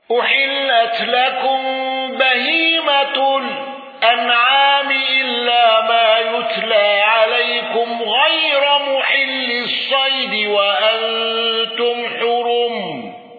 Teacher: الأزرق بتقليل الياء وترقيق الراء والنقل.